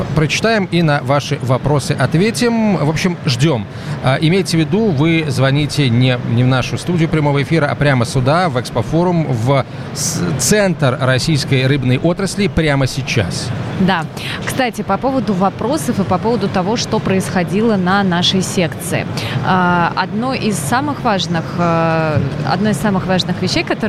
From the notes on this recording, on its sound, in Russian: III Международный рыбопромышленный форум открылся в Петербурге. Из открытой студии Радио «Комсомольская правда», работающей на форуме.